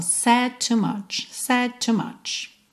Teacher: Said com to você junta num som só.